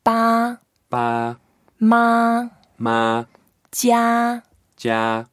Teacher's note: First tone, it's a constant pitch